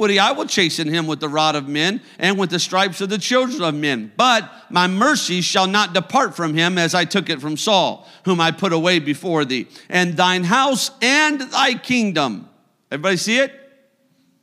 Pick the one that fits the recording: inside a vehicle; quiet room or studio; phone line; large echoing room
large echoing room